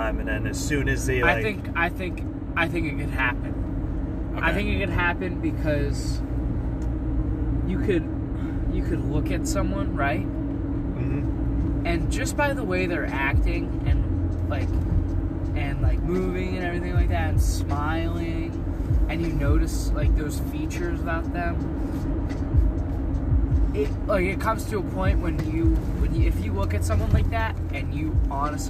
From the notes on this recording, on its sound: All while driving to some Lo-Fi tunes.